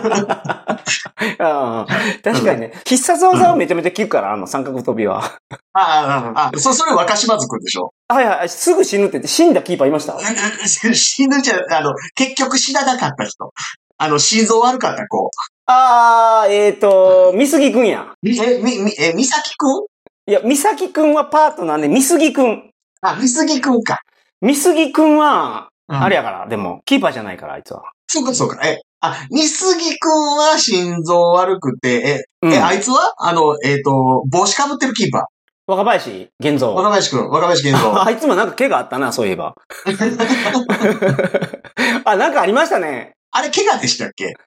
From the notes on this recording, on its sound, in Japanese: 本来使うべきマイクじゃないマイクで収録してしまってます（多分ヘッドフォンのマイク）。なので音質がいつもと違います。